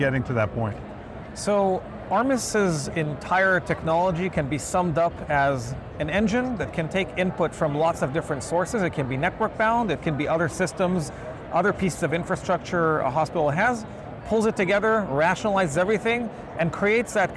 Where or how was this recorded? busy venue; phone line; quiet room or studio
busy venue